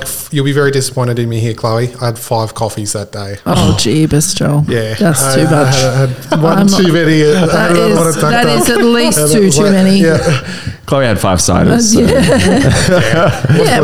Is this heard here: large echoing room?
no